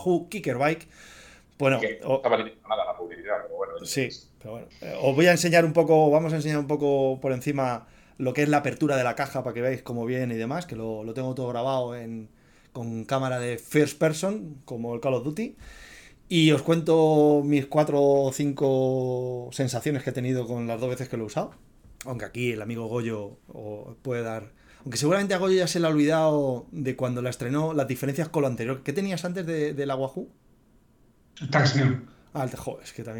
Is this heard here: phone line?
no